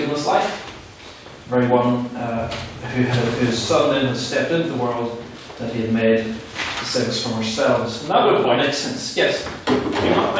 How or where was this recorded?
live audience